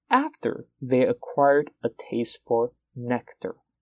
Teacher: Fall because the idea is complete